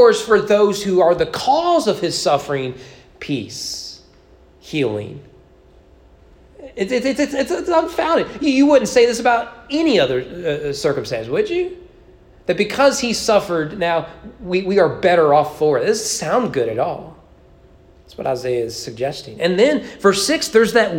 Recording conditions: large echoing room